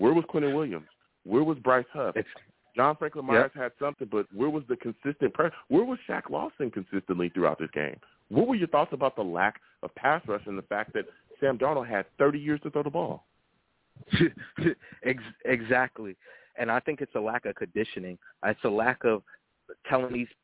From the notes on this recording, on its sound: I also took live callers and they went wild!